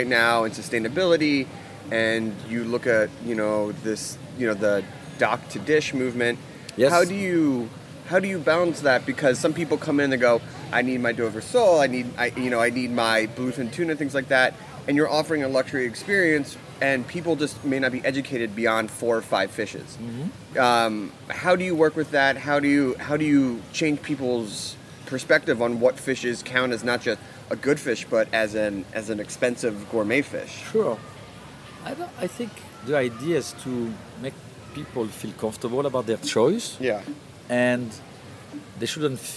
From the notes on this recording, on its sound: We’re in the Caribbean, and come ashore at the 11th annual Cayman Cookout at the Ritz-Carlton, Grand Cayman. Pina Coladas & Petanque at the Cayman Cookout. We’re in the Caribbean, and come ashore at the 11th annual Cayman Cookout at the Ritz-Carlton, Grand Cayman.